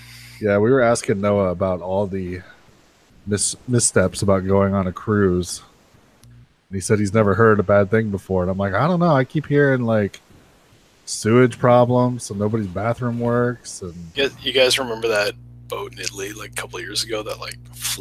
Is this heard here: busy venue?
no